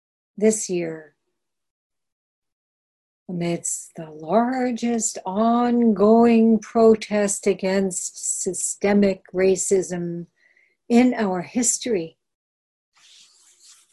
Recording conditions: video call